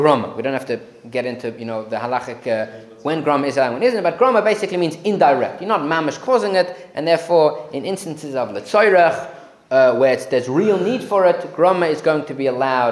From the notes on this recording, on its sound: Recorded live at The Torah Center ATL on December 17, 2023.